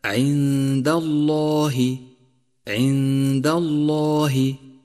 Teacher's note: فلام لفظ الجلالة مفخم لأنه مسبوق بحرف مفتوح، والهاء من لفظ الجلالة مرققة دائما في هذا الموضع وفي غيره.